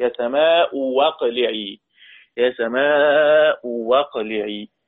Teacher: تبدل واوا لأن قبلها مضموم، وهذه الواو مفتوحة لأنها مبدلة من همزة مفتوحة